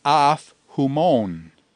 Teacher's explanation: Now, as we look at af humon, we note that if a preposition ends in a vowel and it's followed by a word that begins with a vowel and also has the rough breathing, the final vowel in the preposition drops out and the P actually compensates by going up to a phi. So with the rough breathing and a vowel following a vowel final preposition, the consonant actually compensates for the dropping of the vowel.